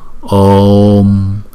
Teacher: chữ O trước, rồi một chút chúng ta mới đóng lại